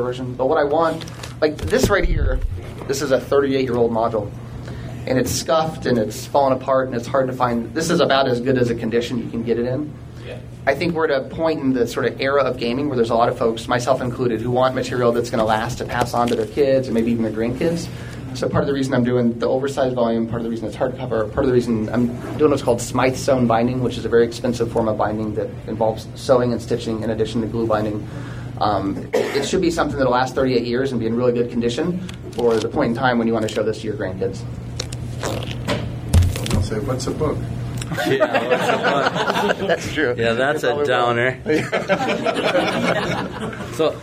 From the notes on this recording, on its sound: Gary Con Goodman Games Seminar. On Friday morning, we recorded the “What’s happening at Goodman Games” seminar.